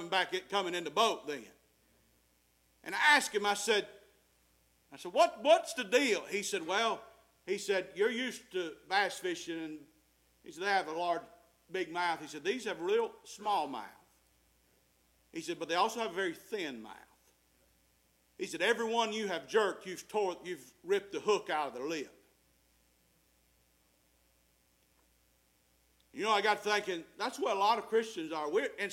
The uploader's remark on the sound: Preached at Faith Baptist Church 8/6/2023